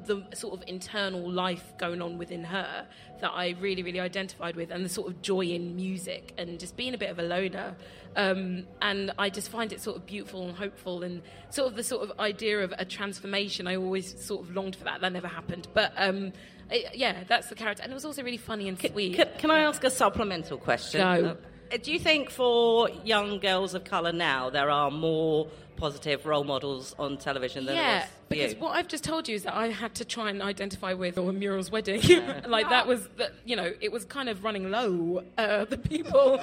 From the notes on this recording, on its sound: Parts of the podzine were recorded live at Latitude.